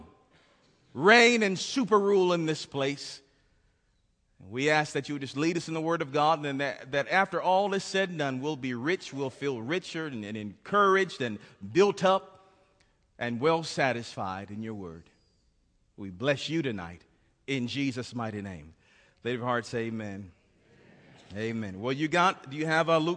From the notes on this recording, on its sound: This message was recorded live at the First Baptist Church in Bremen, GA.